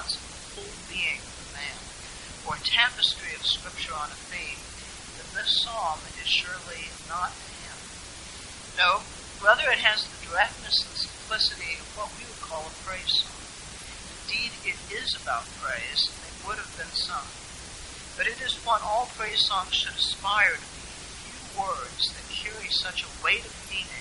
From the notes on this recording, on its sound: Apologies for the poor audio quality.